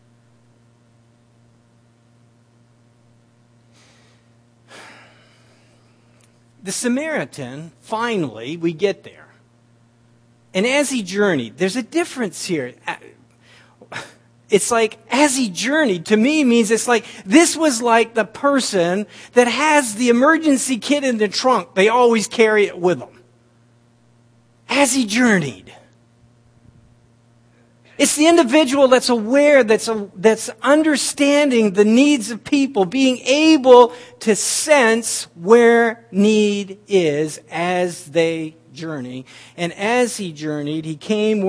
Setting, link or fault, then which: setting, large echoing room